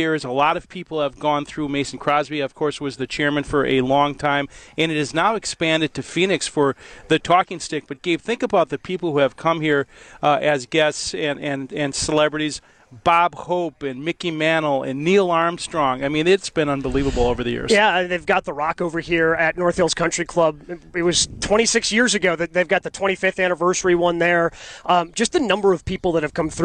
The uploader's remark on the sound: live at the Vince Lombardi Golf Outing